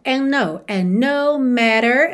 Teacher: and no, você junta no N, ok? Pode ignorar o D.